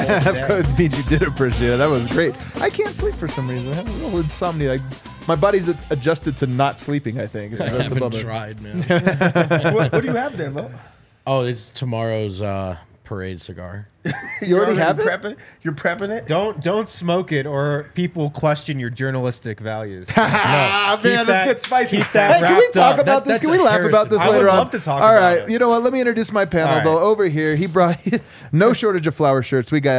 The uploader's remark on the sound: come to you LIVE from the DNVR Bar